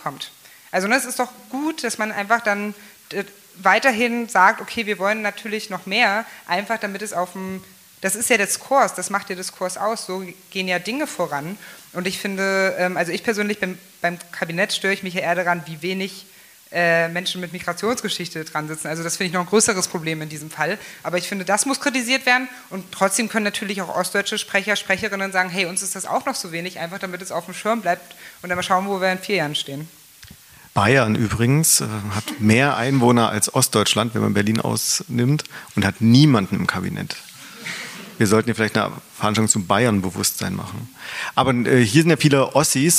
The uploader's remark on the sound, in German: im Rahmen der Veranstaltungsreihe „Bündnisse bilden“ am Berliner Ensemble aufgezeichnet